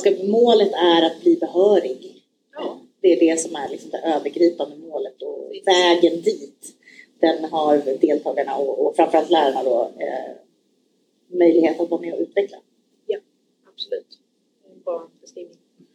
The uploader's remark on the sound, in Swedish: Vi ber om ursäkt för ljudkvalitén, vi lärde oss efter denna inspelningsdagen att man både ska sitta närmare mikrofonen och inte minst välja ett rum utan brus från ventilationen.